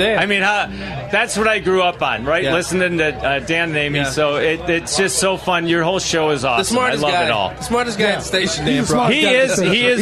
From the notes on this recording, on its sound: Live From Lake Michigan